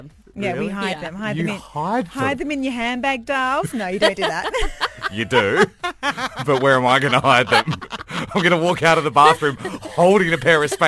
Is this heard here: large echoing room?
no